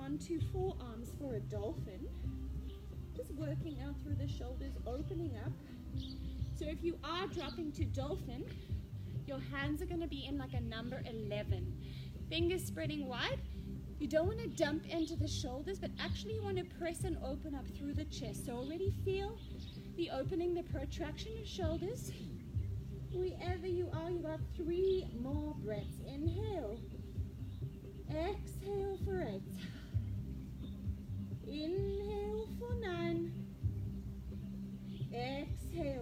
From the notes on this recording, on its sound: recorded live and outdoors.